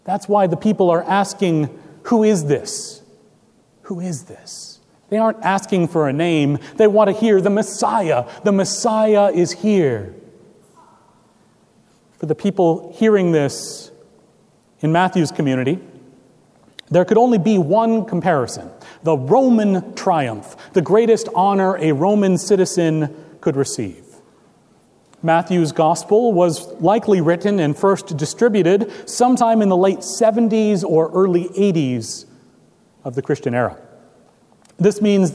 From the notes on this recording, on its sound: Recorded April 9, 2017 at Trinity Presbyterian Church, Bixby, Okla.